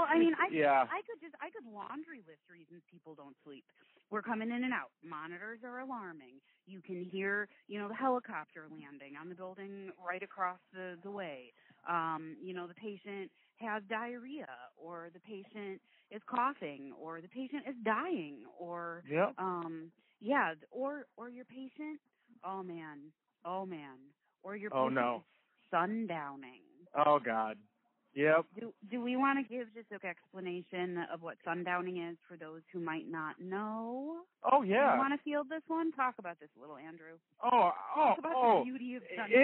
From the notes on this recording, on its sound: This was recorded via phone. The quality is not what we’ve grown into here at Nursing Uncensored.